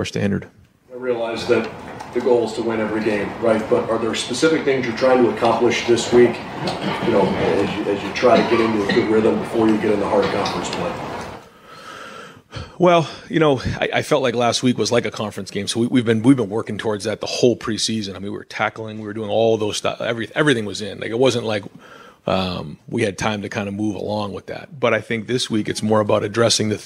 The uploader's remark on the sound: media press conference